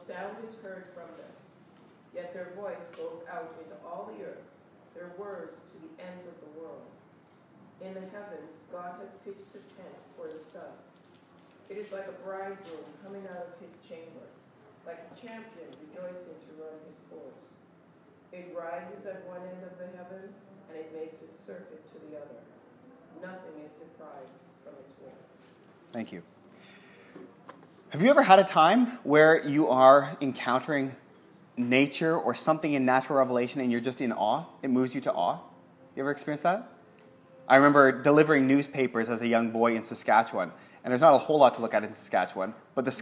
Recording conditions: live audience